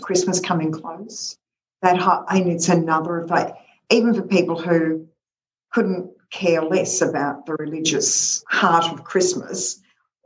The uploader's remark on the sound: This call was recorded on Zoom.